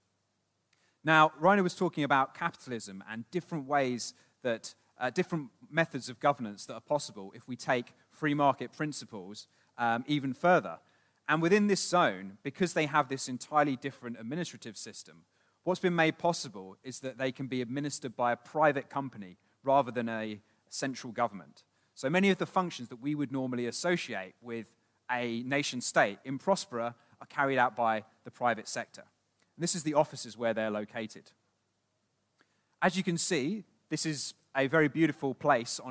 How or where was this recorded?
live audience